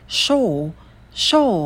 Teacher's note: Если британский, то там долгий звук о.